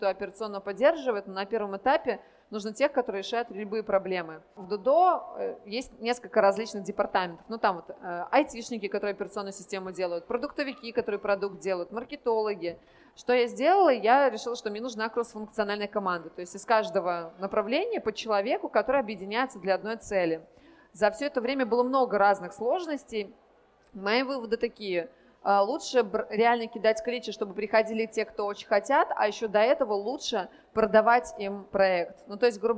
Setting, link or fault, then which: setting, busy venue